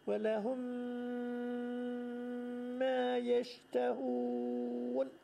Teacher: İki miyim de birbirine teşdit oluyor. İki birbirine idgam oluyor. · Term: teşditli miyim